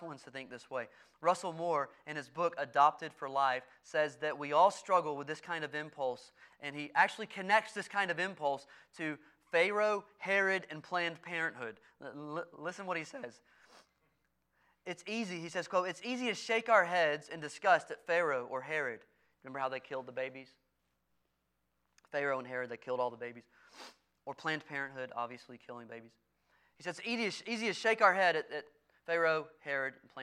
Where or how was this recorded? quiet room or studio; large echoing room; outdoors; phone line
large echoing room